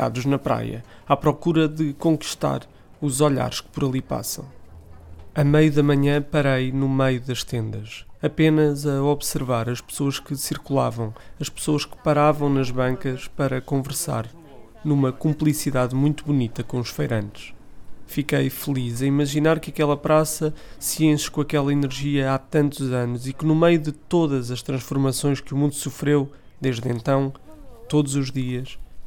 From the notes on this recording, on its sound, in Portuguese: A terceira história do ÓCIO DO POVO foi gravada no final de Agosto de 2020 na Praça da Fruta nas Caldas da Rainha. O único Mercado ao ar livre em Portugal.